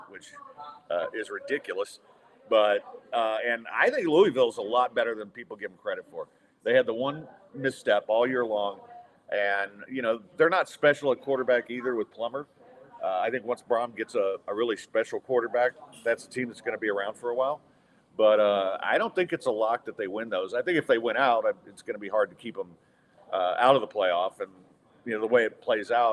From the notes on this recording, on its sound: Recorded on site at Midtown Bar and Grill